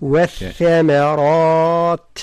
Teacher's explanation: والتاء عندما نقف عليها نقف عليها بالهمس بمعنى جريان النفس